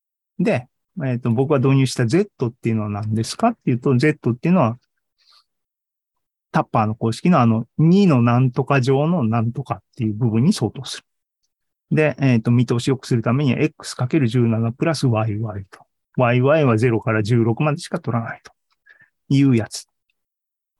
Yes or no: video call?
yes